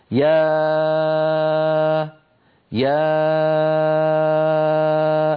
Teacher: حروف المد واللين تخرج حروف المد واللين تخرج باهتزاز الأوتار الصوتية في الحنجرة، ويصاحب ذلك انفتاح للفم في الألف، ويكون اللسان في وضع الراحة. إذن تخرج الألف بانفتاح الفم ويكون اللسان في وضع الراحة مع اهتزاز الأوتار الصوتية في الحنجرة. يعني لما يقول أحدنا مثلا يا يا الآن، فمي مفتوح، اللسان في وضع الراحة، ليس له وضعية يعني خاصة.